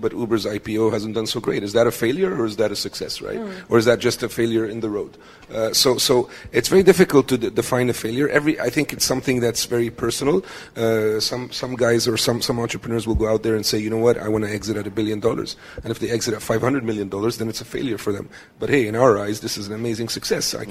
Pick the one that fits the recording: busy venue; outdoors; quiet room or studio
busy venue